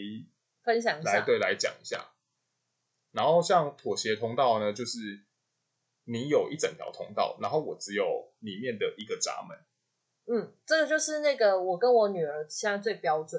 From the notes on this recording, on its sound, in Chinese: 本集因錄製時忘記轉換麥克風，音質不太好，敬請見諒～（這集已經重錄兩次啦）。